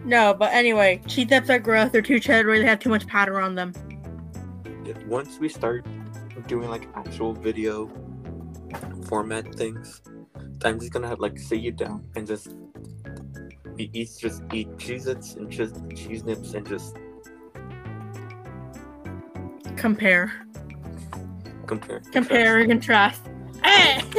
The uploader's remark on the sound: Audio might be funky from both of us, i’m a bit quiet in this one (true to life ig). There’s a weird ticking in the background noise.